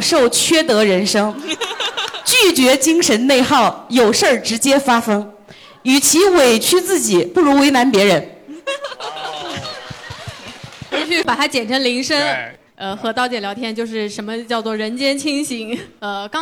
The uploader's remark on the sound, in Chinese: 杭州听友会特辑